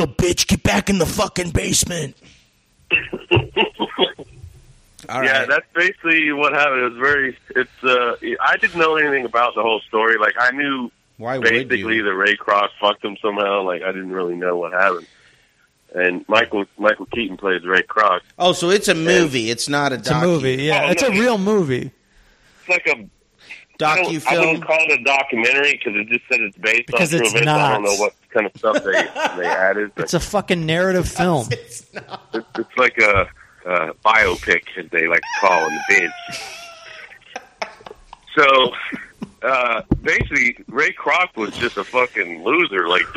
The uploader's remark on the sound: gets on the phone